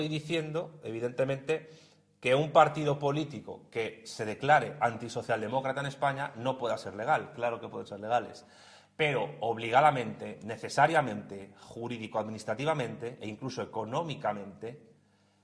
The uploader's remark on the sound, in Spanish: Charla en Gijón organizada por la Asociación Cultural Héroes de Cavitey